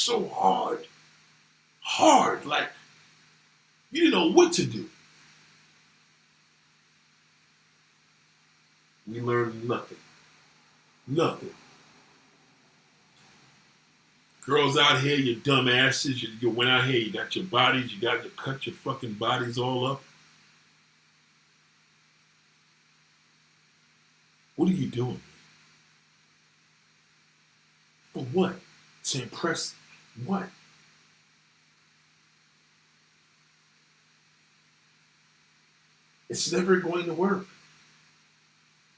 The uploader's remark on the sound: SORRY FOR THE BAD AUDIO